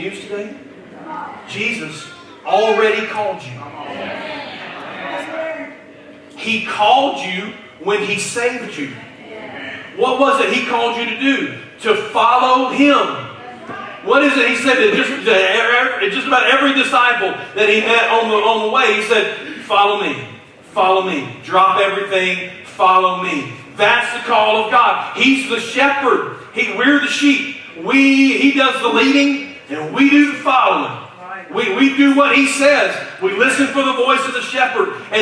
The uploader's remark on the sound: Due to technical difficulties, we could not record and stream our service as usual, which is why the audio for this message sounds different than it usually does.